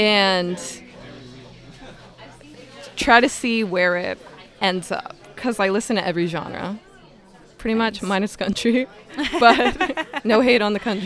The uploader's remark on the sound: Broadcast live from Grand Trunk Saloon in Downtown Kitchener.